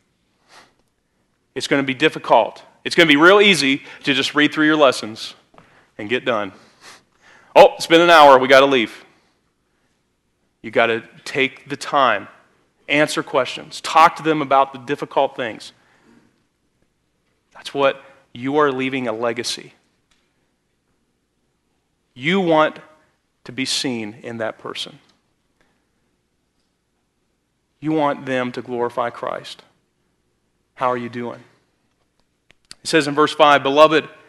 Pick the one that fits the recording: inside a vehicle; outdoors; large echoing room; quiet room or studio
large echoing room